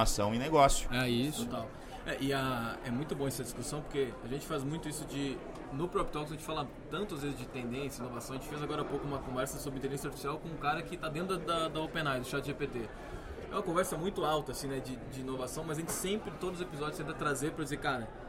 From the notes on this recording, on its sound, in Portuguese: gravados durante o evento Rede Show organizado pelo Secovi